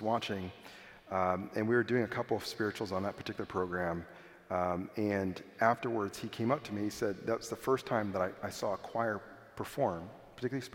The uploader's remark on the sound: This podcast was recorded in front of a live audience at South Main Baptist Church.